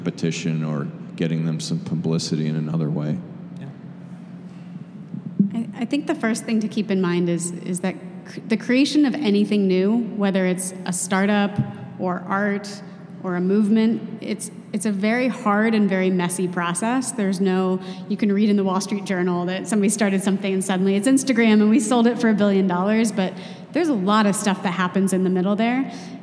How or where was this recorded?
live audience